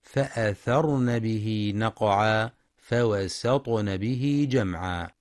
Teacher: يخطئ من يقرأ فأثرن فوسطن بألف بعد النون فأثرن فوسطن، وذلك بإطالة زمن الفتحة. والصواب أن يقرأ فأثرن به نقعا فوسطن به جمعا.